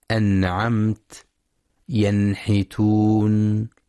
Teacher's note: وعلة الإظهار بعد مخرج النون الساكنة والتنوين عن مخرج أحرف الحلق، فالنون تخرج من طرف اللسان مع لثة الأسنان العليا، وأحرف الإظهار تخرج من الحلق · Term: الإظهار الحلقي